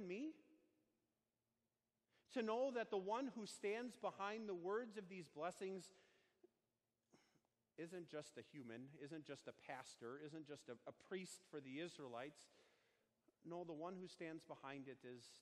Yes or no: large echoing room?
yes